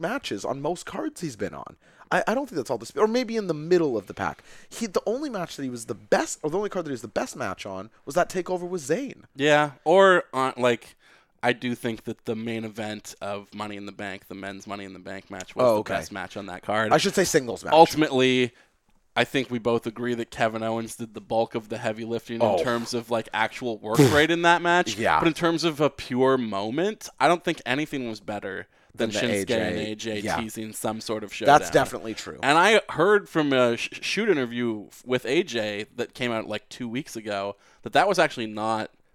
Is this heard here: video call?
no